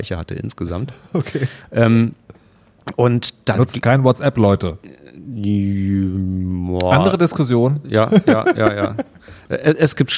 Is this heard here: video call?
no